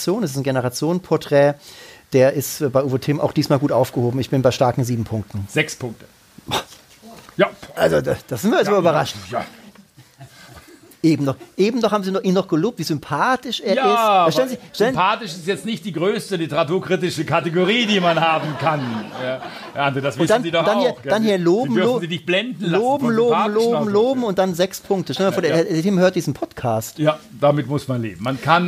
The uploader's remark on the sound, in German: Sprachen diesmal ihren Podcast live vor Publikum ein: Auf Einladung der Blankeneser Buchhandlung Wassermann im Pop-up-Store in Osdorf.